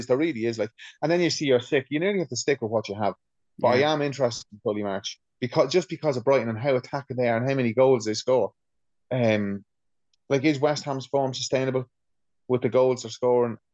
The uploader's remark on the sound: As the weather here in our little corner of the world is not woirth driving in, we have our first ever zoom recorded pod for you.